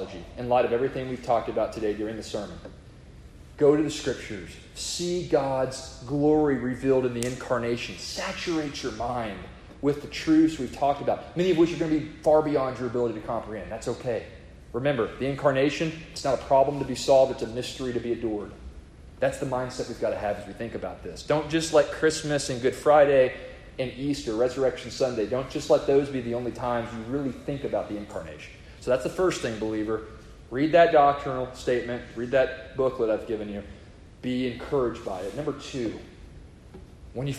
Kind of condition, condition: setting, large echoing room